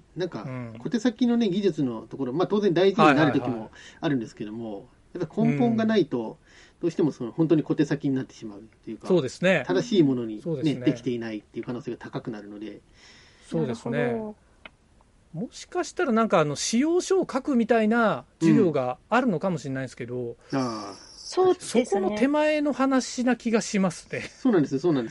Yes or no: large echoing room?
no